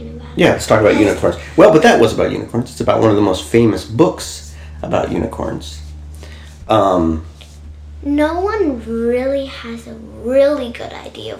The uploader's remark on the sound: The sound quality will be better in about three more episodes, when we switch to better mics